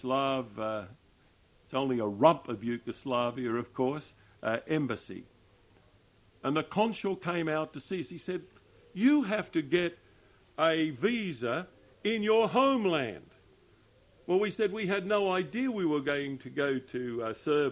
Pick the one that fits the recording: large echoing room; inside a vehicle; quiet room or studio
large echoing room